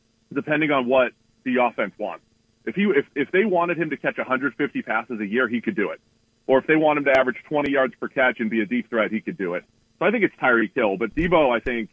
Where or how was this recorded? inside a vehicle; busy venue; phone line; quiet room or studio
phone line